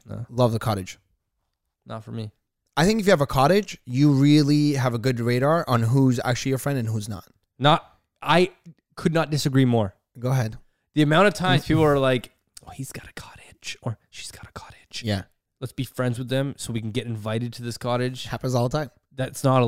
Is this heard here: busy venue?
no